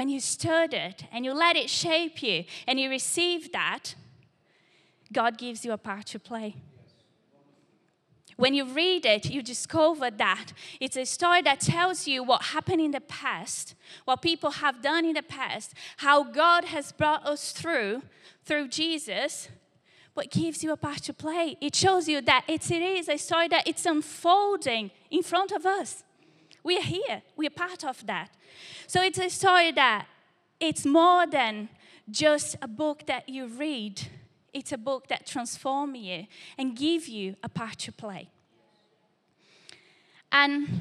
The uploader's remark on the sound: Recorded live at Life Church Lancashire - 7th May 2023